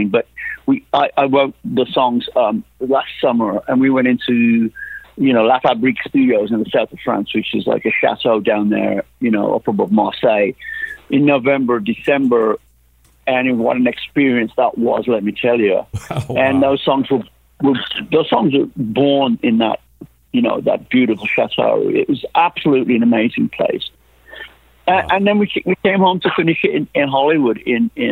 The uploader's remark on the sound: The podcast features the complete unedited/uncensored interviews, from the time the phone rings until we hang up